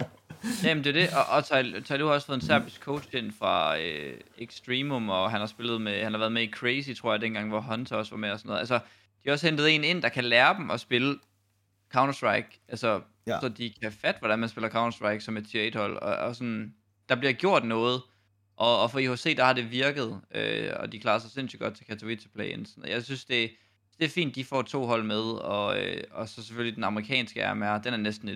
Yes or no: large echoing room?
no